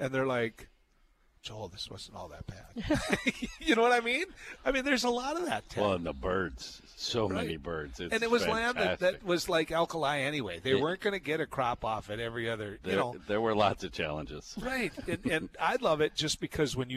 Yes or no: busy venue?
yes